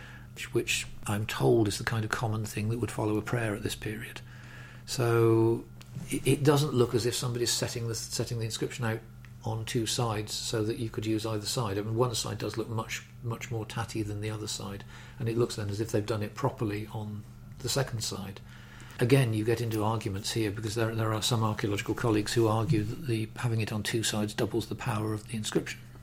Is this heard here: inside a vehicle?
no